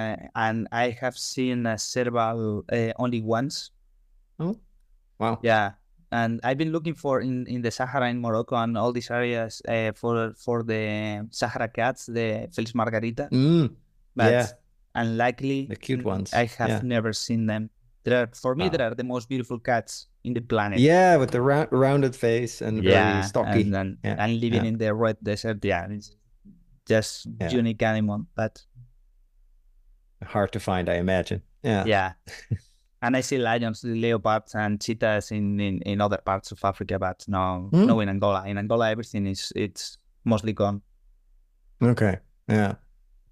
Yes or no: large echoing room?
no